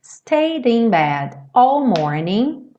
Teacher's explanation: E aí lembra que você não fala stayed, esse E não é pronunciado. E aí você já junta o D direto no in bed.